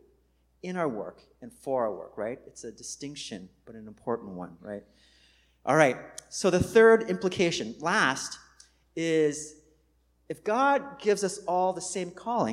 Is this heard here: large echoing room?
yes